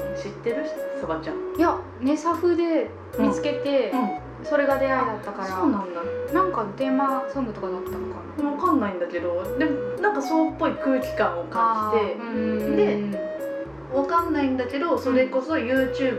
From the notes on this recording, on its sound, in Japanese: 録音環境劣悪のため超絶ローファイでお送りします。